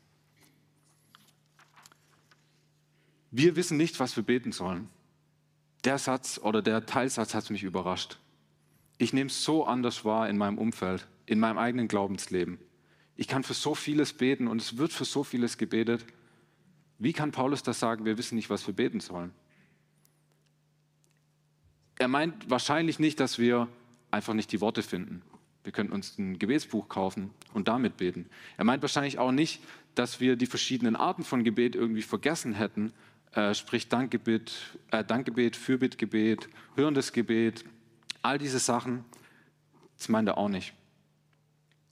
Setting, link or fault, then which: setting, large echoing room